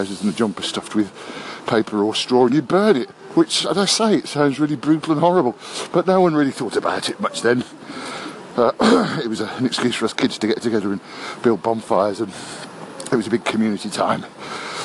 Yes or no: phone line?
no